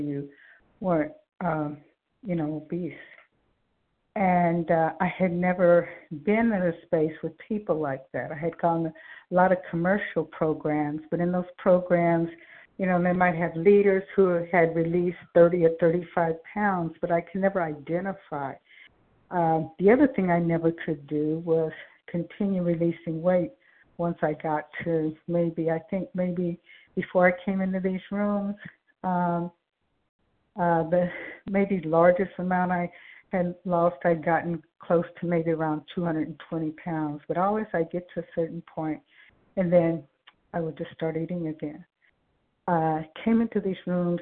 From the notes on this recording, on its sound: 100 Pounders Phone Meeting